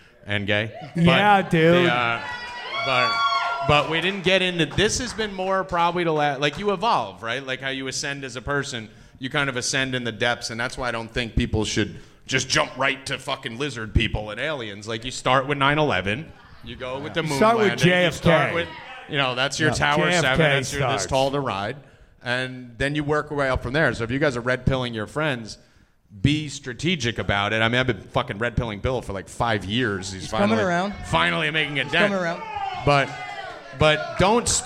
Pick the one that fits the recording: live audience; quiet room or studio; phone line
live audience